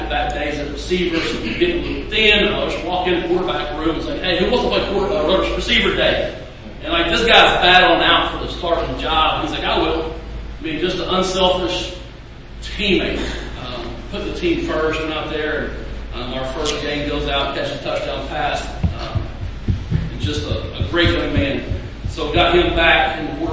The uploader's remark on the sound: I attended the Southwest Junior College Football Conference (SWJCFC) Media Day, where all the conference coaches took a turn at the podium